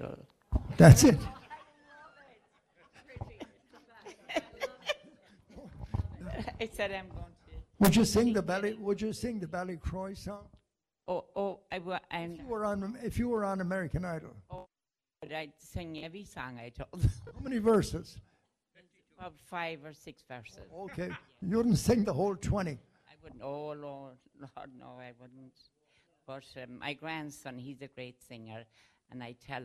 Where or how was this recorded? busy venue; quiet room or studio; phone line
busy venue